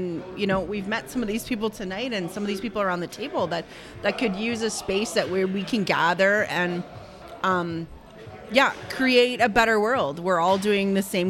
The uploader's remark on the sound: ON THE SCENE. Broadcasts live from AOK Game Bar, one of Downtown Kitchener's most fun and unique spaces.